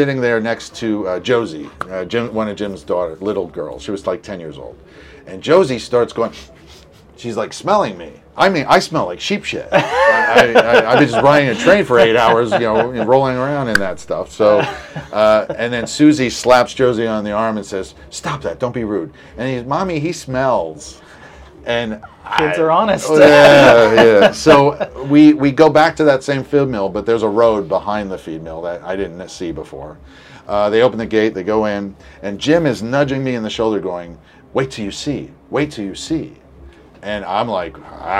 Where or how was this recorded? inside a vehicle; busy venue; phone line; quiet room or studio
busy venue